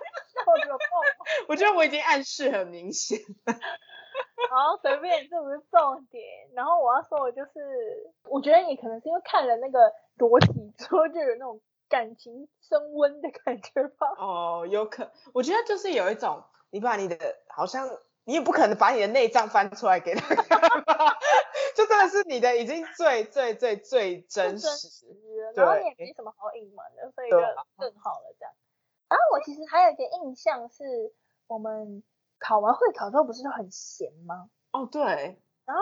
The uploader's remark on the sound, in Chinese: 線上錄音 麥克風爆音 耳朵注意!